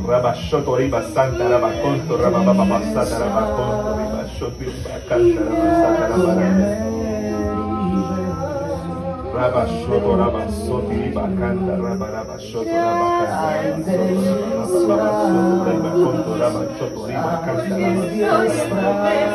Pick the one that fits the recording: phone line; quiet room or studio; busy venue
busy venue